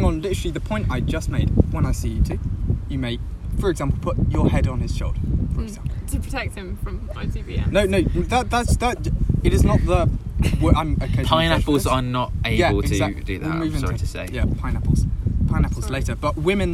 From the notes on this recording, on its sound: We have to apologies for lack of editing as we are fairly new to the business. We again apologises for the constant laughing and the wind sounds throughout and the accidental swearing at the end.